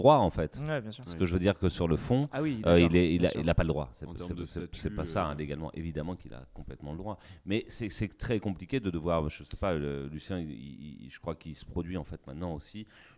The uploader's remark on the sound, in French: Les 1er et 2 février 2020, l'équipe du NVTL Podcast, invitée aux Etats Généraux de l' AAFA - Actrices et Acteurs de France Associés, a enregistré des discussions avec différents participants.